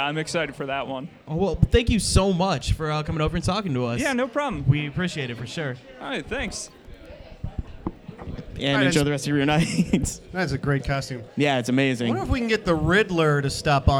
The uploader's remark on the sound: Live from Carol &amp; John's Comic Shop in Cleveland for FCBD 2018! Live from Carol & John's Comic Shop in Cleveland for FCBD 2018!